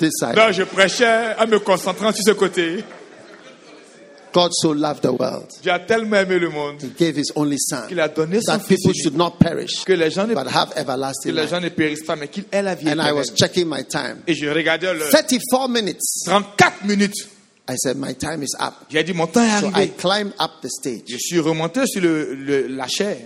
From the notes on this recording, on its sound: Preached at a Healing Jesus Campaign Pastors' conference in Abidjan, Cote d'ivoire